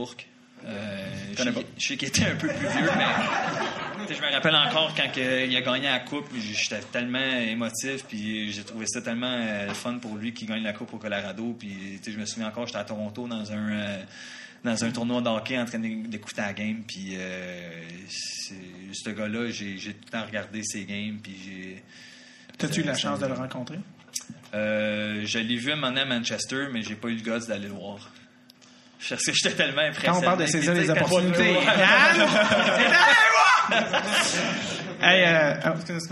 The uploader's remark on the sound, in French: On vous présente ici le 2e épisode enregistré devant public en juillet 2017 dans le cadre du Zoofest!